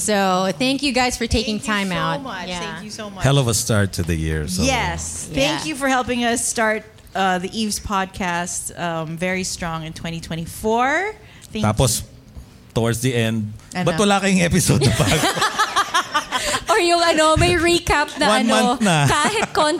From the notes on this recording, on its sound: Part deux of the live show recording.